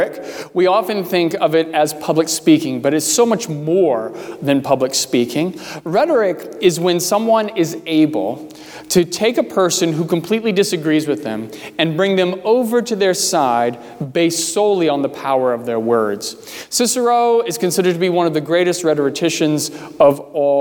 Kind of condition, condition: setting, large echoing room